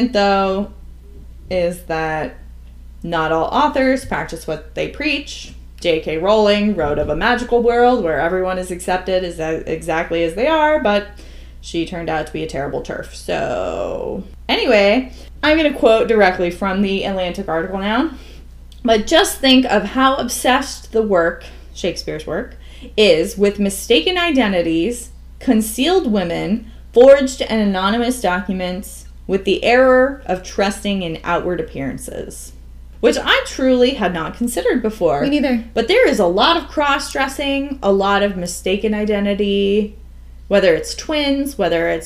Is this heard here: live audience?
no